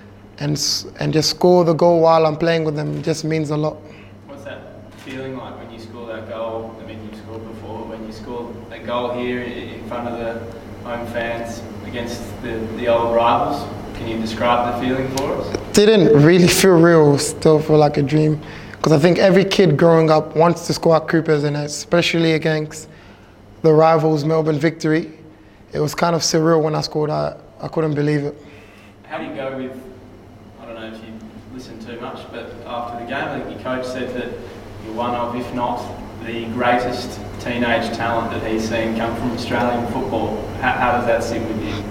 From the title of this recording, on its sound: Press Conference